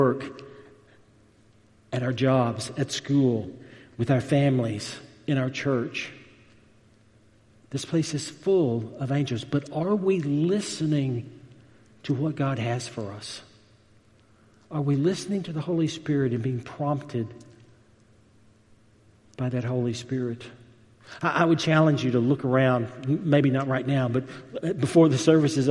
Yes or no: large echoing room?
yes